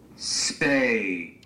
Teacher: when you have a gap, we perceive that we closed our vocal tract, and therefore we must have been saying a stop consonant